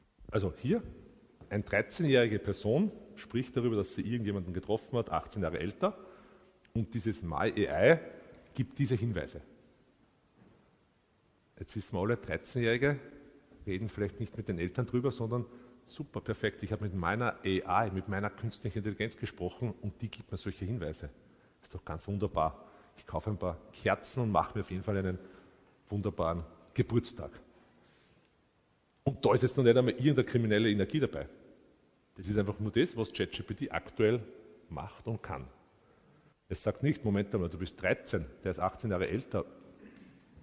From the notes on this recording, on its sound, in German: Die Folge entstand vor Livepublikum im Palais Eschenbach.